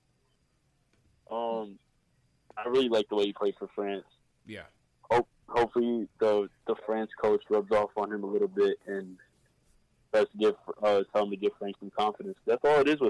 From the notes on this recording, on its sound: Take live phone calls from fans around the world.